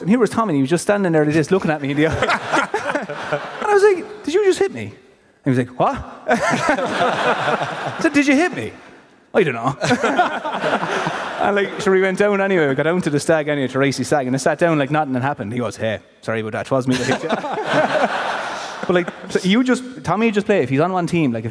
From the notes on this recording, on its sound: The Hurling Pod was LIVE in the Bord Gáis Energy Theatre